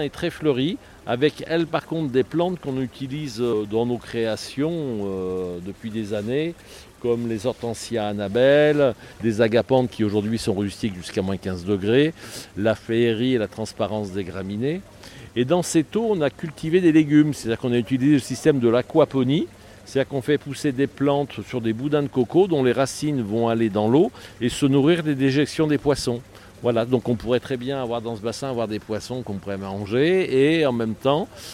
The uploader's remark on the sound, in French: Cet épisode a été enregistré au cours du salon Jardins, Jardin, organisé chaque année le premier weekend de juin.